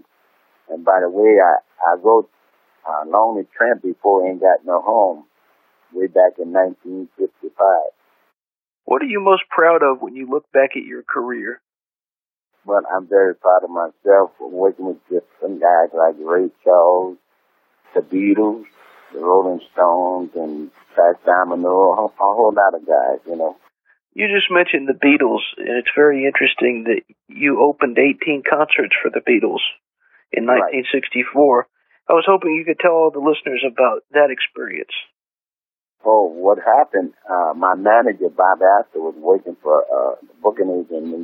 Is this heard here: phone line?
yes